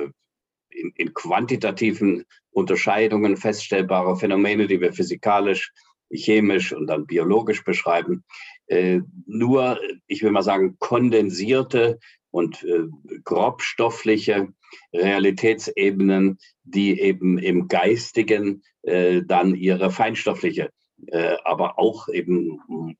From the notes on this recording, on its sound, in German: Das Treffen erfolgte über Zoom